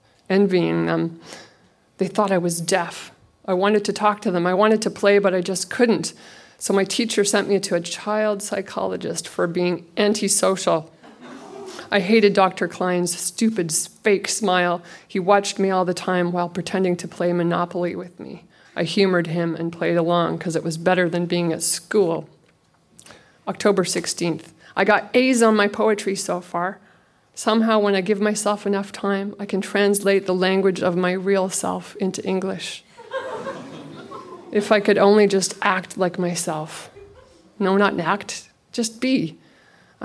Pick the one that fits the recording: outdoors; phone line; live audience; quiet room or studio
live audience